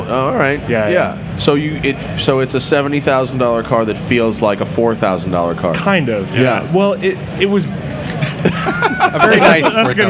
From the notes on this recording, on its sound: Recorded live from the show floor at SEMA, this episode covers a lot of ground.